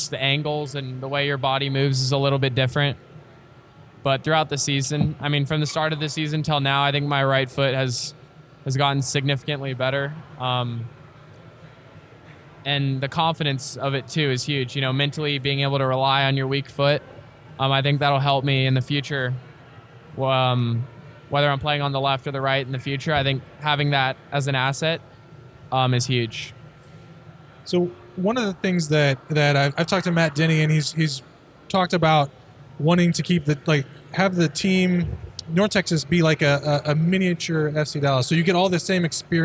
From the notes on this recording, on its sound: The guys took over the mezzanine at 3 Nations Brewery in Carrollton, Tx for their live season review show. They were joined by a parade of friends.